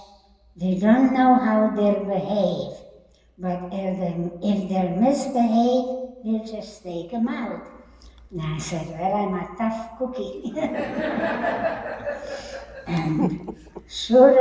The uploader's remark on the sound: Recorded Live at The Torah Center ATL